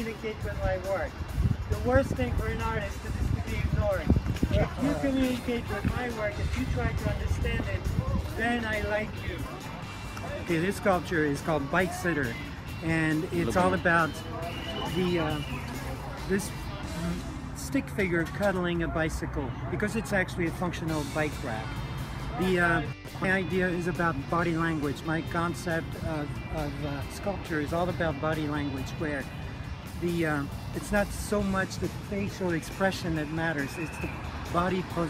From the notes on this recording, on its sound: On the street. Bike Walk Coral Gables.